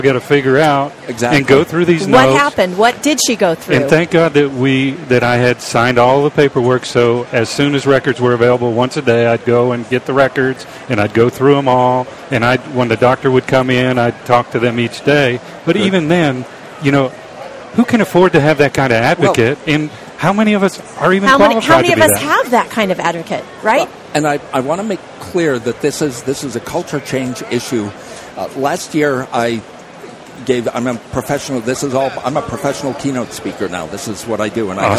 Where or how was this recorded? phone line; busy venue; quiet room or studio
busy venue